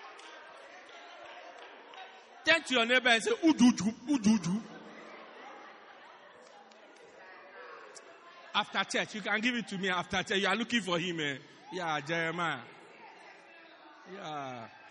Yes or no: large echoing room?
yes